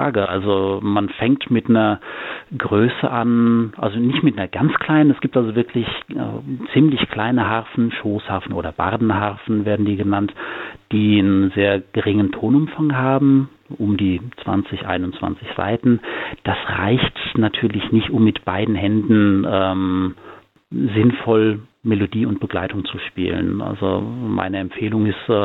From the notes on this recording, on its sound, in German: Gärtnerei Maulbeergarten. Die GIGparade ist das Live-Konzert Magazin von Radio Darmstadt für die regionale Musik- und Kultur-Szene Darmstadts. Werden die Musiker und Künstler per Telefon direkt in die Sendung zum (Live-)Interview hinzu geschaltet.